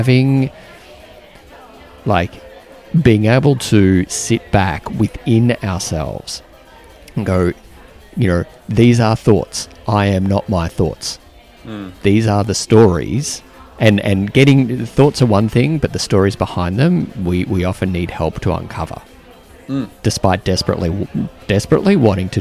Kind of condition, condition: setting, busy venue